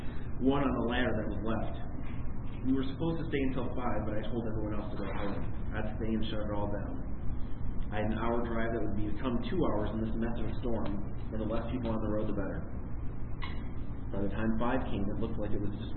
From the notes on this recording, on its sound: In which I read my holiday themed horror short story A Good Man during a live event.